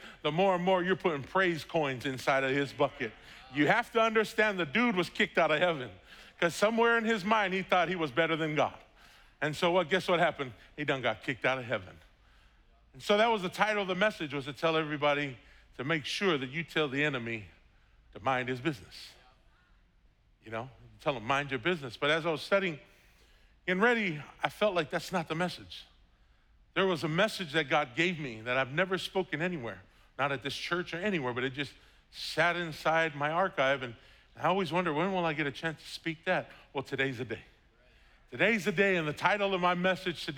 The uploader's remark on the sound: was preached on August 1st at the 11:30AM service.